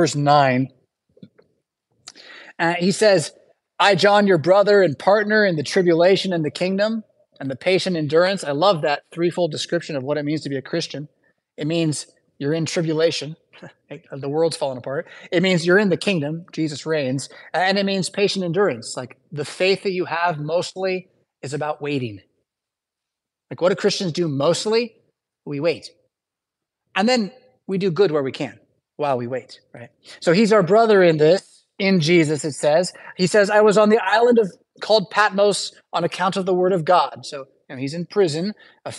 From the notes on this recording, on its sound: Preached at St Paul Lutheran Church , Rockford, Illinois on Sunday May 21, 2023.